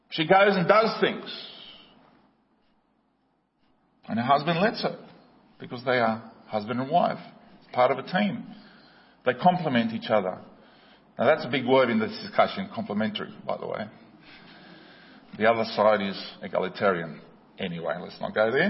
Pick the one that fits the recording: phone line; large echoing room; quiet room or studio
large echoing room